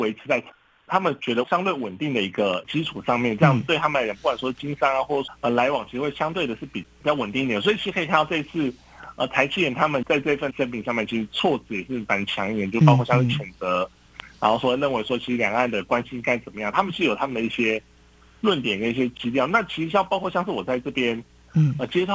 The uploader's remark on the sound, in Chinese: 連線訪問中央社駐上海記者